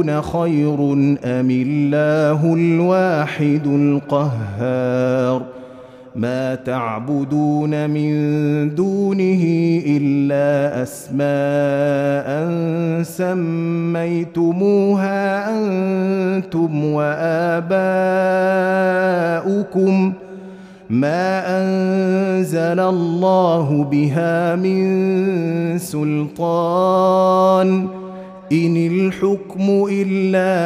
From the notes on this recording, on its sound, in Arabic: مسجل من صلاة التراويح بمسجد السلام بحي مشرفة بجدة